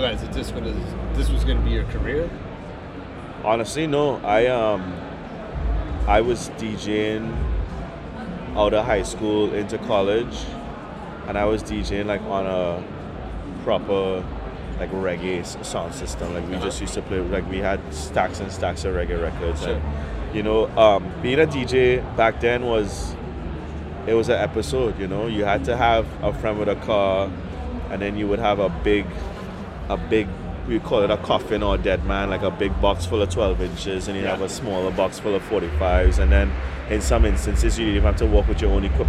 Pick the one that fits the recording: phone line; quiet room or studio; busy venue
busy venue